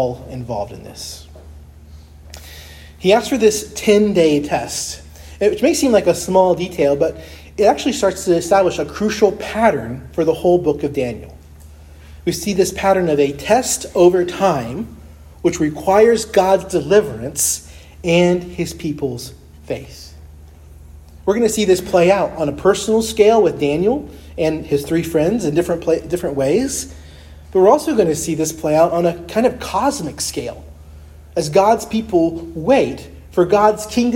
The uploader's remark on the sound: preached at Christ Our Savior Baptist Church on Sunday, April 2, 2023